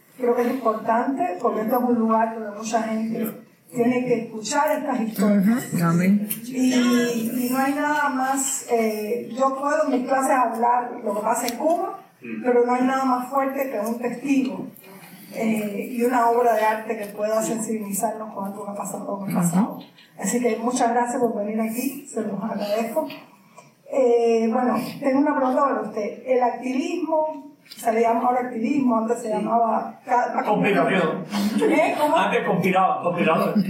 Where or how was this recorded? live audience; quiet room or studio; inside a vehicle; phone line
live audience